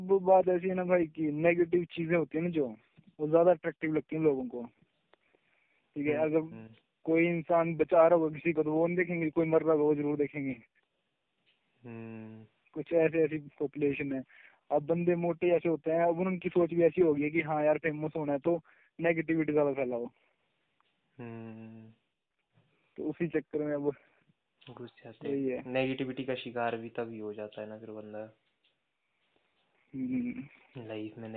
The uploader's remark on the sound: A phone call talk